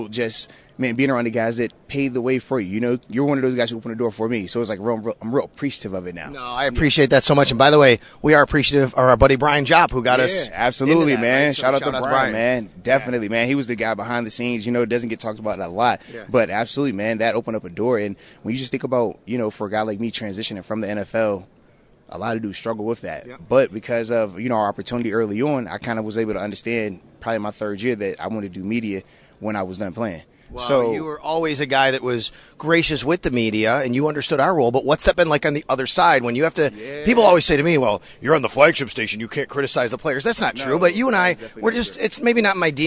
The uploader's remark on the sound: live from the draft combine